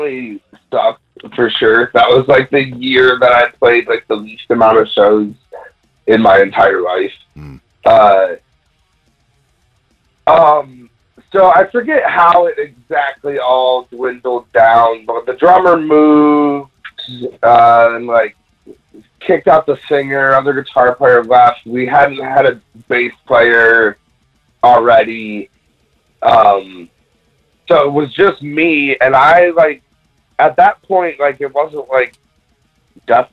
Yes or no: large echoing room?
no